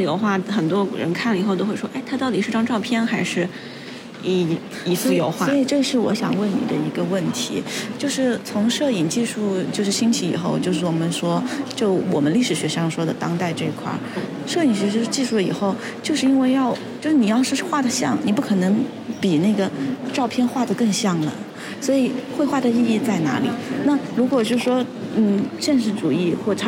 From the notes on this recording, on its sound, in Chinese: 今天我去参加西岸美术馆最新的常设展《万物的声音》的开幕式。与几位朋友，尤其是预展现场临时捕获的朋友们一同看展。